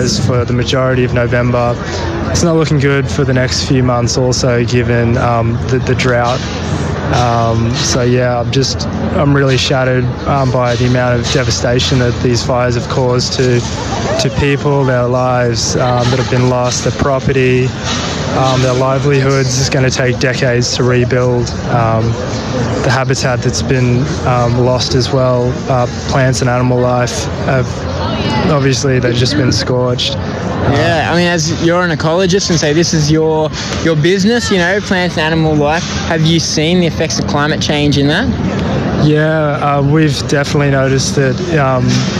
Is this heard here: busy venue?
yes